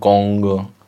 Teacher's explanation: tam to N, Kongo, to vám jde z nosu a ne z pusy